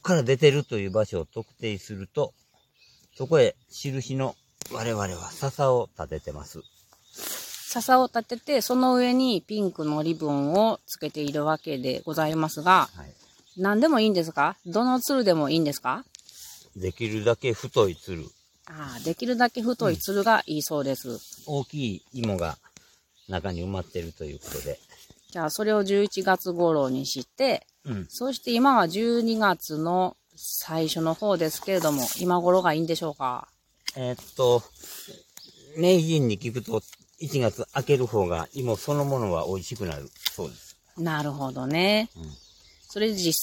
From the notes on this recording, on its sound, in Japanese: ジネンジョ掘り現場よりレポート from Radiotalk。ジネンジョ掘りの現場よりお届けしています。